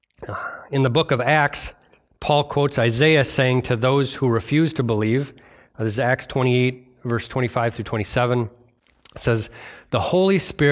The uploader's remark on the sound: delivered on Sunday, December 6th at Bible Center Church in Maiden Rock, Wisconsin